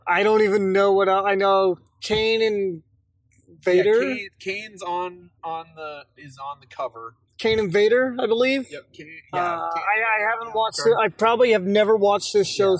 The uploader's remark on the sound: Some audio issues as we were driving to a wrestling show.